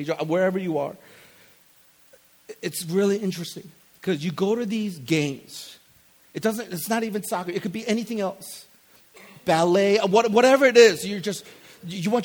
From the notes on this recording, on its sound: This is the Friday night message from the ReFOCUS Conference.